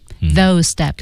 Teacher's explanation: Those steps 是一个 S 音